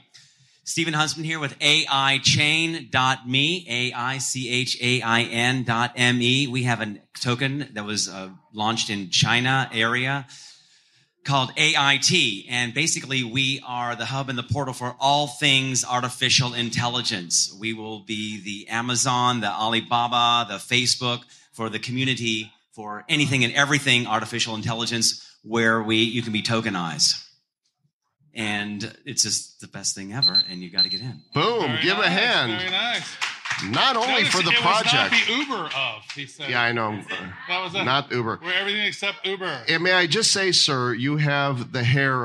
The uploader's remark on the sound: Live from SXSW at The Blokhaus. Austin, Texas has a reputation for being weird. We’re live on location at the Blokhaus, a venue where blockchain leaders are imagining the future together. We’ve been invited to do the show live before an audience.